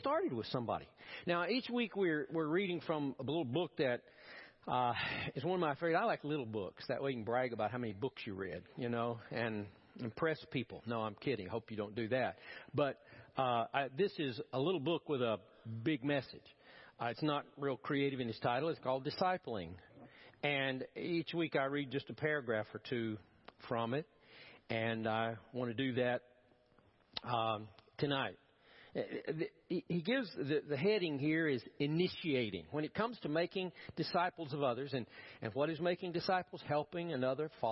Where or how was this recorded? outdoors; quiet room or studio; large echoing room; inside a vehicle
large echoing room